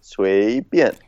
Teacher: 随 is the second tone, we go up. 便 is the fourth tone, we go down